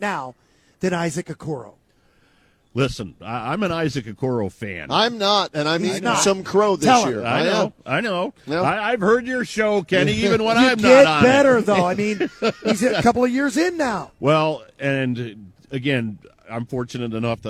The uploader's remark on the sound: Live from Rocket Mortgage Fieldhouse.